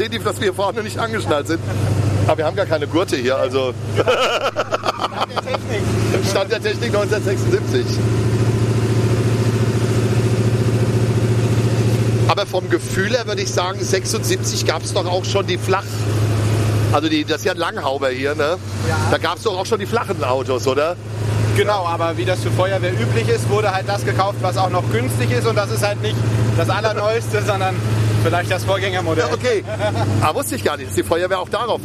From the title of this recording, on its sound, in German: Live aus dem Großtanklöschfahrzeug BJ 1976